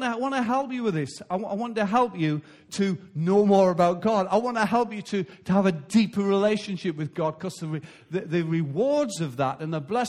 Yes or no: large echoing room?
yes